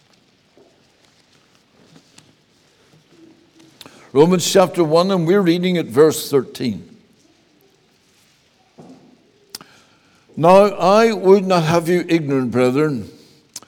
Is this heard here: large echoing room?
yes